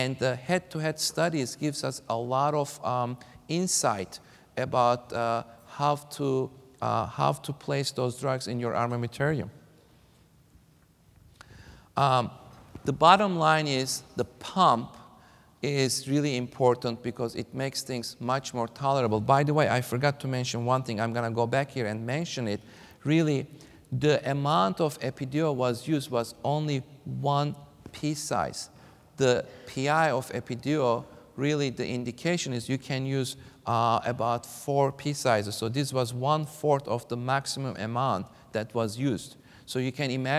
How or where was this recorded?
live audience